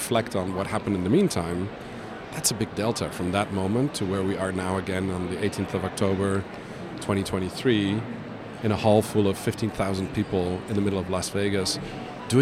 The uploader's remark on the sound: Live from buzzing and immersive IMEX 2023 in Las Vegas, USA